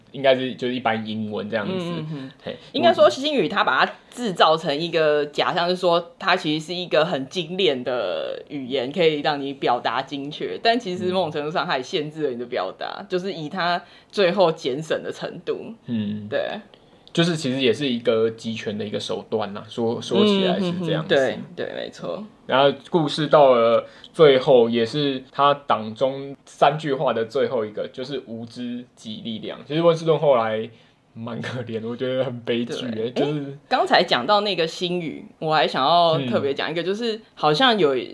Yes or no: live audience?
no